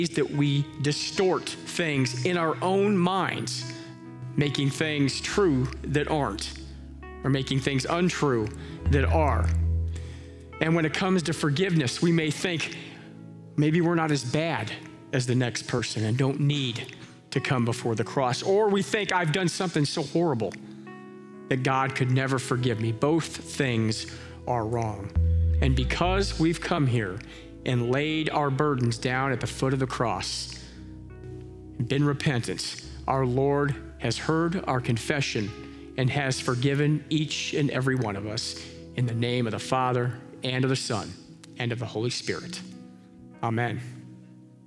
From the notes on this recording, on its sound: Live from our Celebration Ministry Center